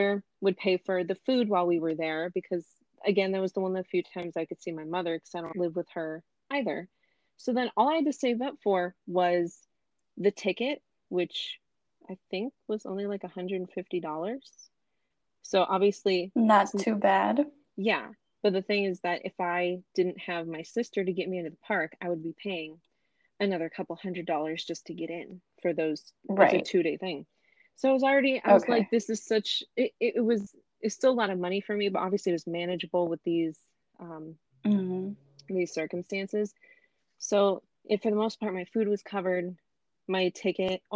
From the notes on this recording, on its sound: Please excuse my staticy mic, as well as my audio cutting out here and there. Found a great way to record remotely together, and I am looking for a better mic.